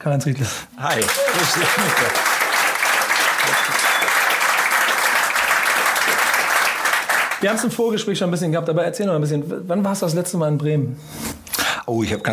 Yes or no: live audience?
yes